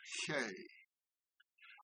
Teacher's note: The G grace note on E is like the Scots word loch, the way that CH is treated, but we put that at the front and we have che.